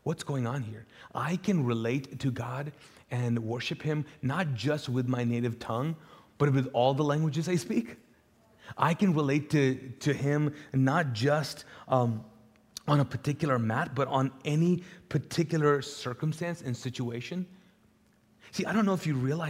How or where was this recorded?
large echoing room